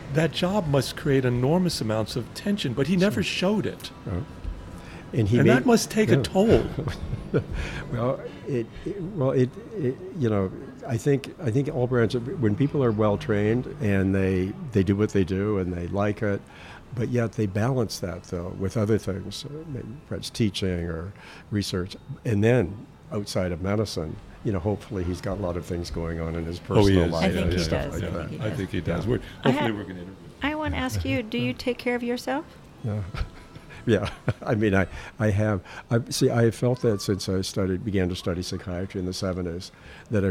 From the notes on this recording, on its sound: This BCR program was recorded in May 2023 at Gebhard's Beer Culture Bar in the UWS of Manhattan. This BCR program was recorded in May 2023 at Gebhard's Beer Culture Bar in the UWS of Manhattan.